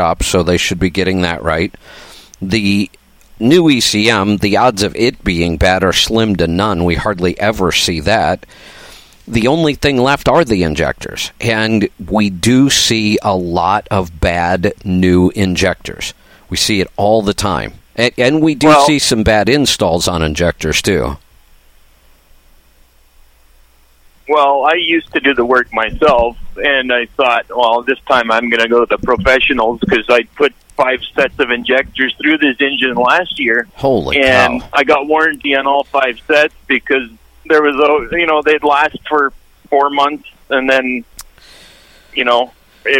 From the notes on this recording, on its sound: Call in Question and Answer Show